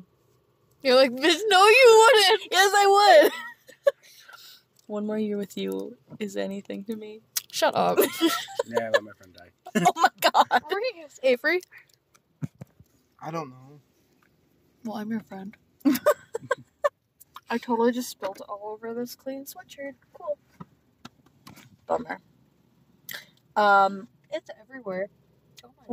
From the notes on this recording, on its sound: ON THE ROAD. After some technical difficulties, we're in the car!! We drive to some of the most interesting places in a town of 1,151 people.